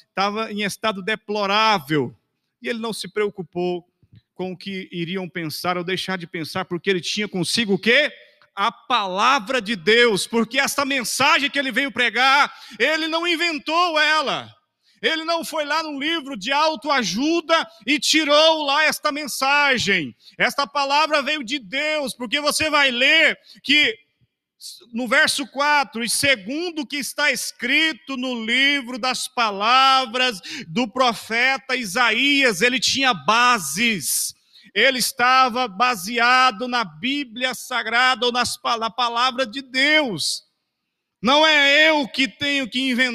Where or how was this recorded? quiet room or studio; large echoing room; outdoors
large echoing room